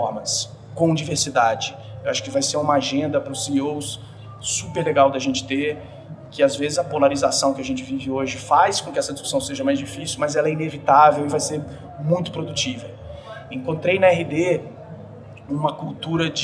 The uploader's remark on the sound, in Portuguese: Este episódio foi gravado no RD Summit 2023, evento organizado pela RD Station.